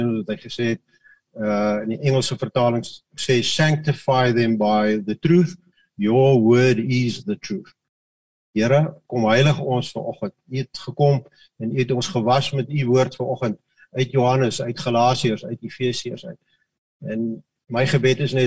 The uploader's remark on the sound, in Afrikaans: Manne van die Woord Zoom Byeenkoms.